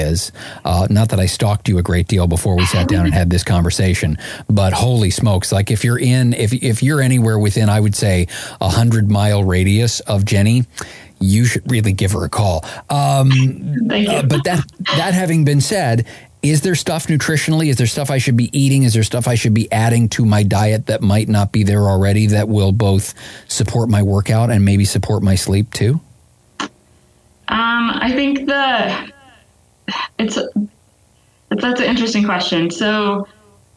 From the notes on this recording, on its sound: We take a listener call.